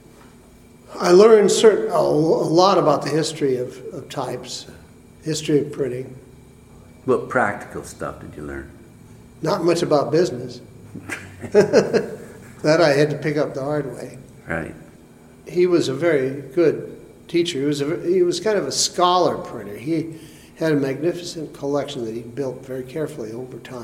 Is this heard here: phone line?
no